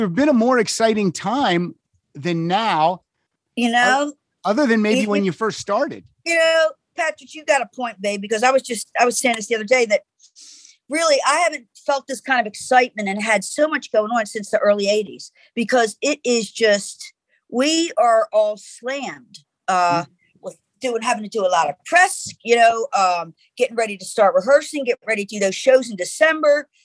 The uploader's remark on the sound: to the Zoom Room